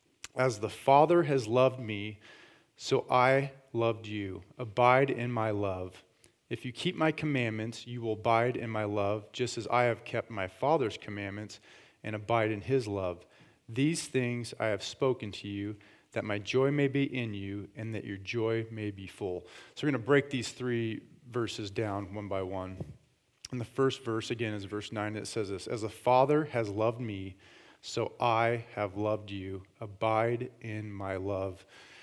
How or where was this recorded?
large echoing room